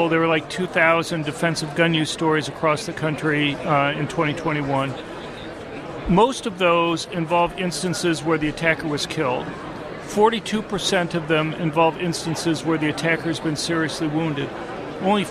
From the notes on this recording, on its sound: live from CPAC